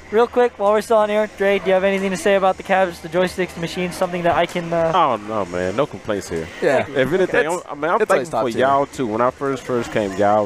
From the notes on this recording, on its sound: recorded from Free Play Arlington